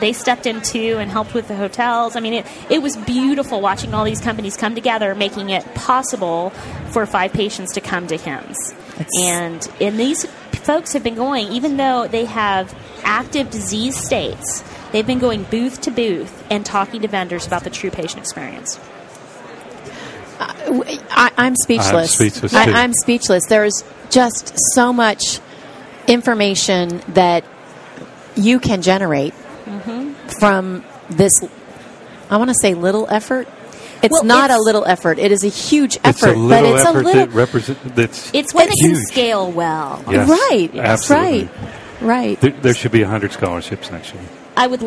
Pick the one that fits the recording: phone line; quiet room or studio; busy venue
busy venue